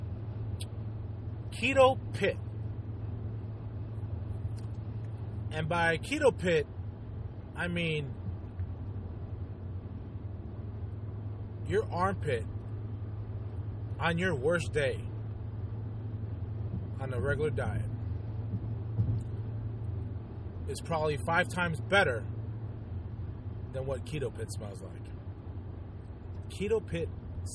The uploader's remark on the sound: Just a quick carcast. (Well some I was driving).